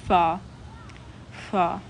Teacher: That's a bilabial fricative, which is like fa. Fa. Like, it's pretty similar to F.